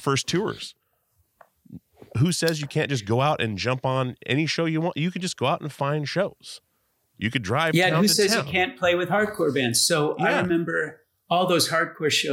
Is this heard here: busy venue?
no